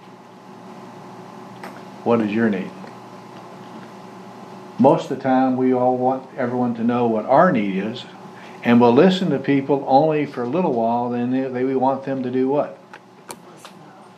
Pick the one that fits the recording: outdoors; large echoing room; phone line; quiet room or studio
large echoing room